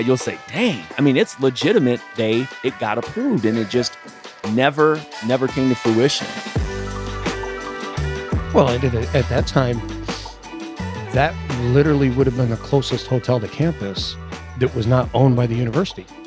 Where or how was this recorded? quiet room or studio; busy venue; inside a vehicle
busy venue